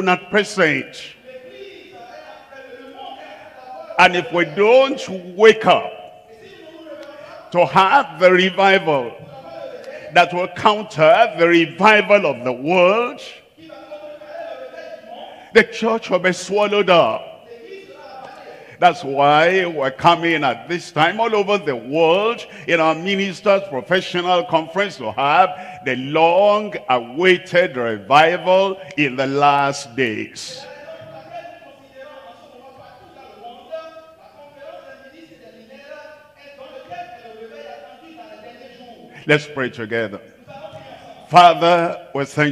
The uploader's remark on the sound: live from Lomé, Togo